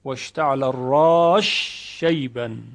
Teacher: حرف سین ادغام می شود در شین، واشتعل الراش شیبا، که این هم همین یک موزه هست، منتها از سوسی به دو وجه نقل شده، یکی ادغام یکی فک ادغام، یعنی به اظهار اون.